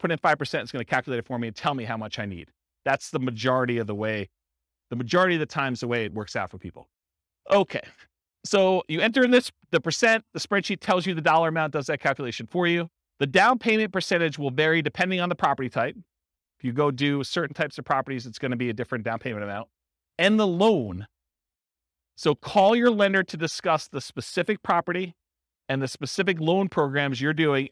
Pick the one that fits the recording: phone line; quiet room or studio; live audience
live audience